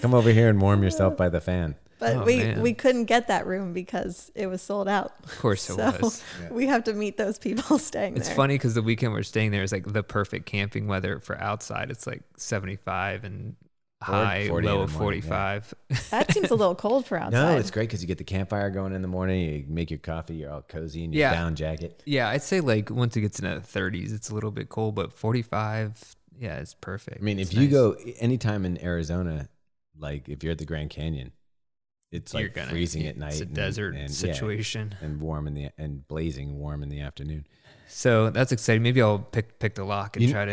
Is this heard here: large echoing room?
no